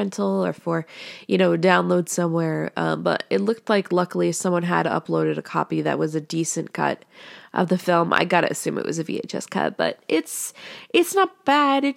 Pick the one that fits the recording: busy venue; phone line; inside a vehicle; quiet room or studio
quiet room or studio